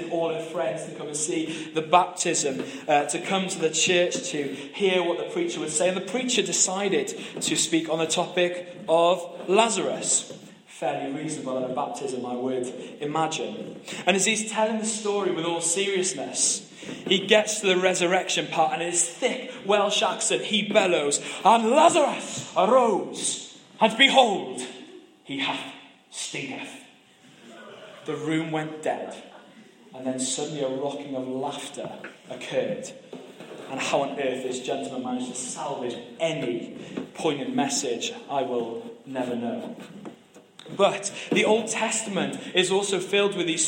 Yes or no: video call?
no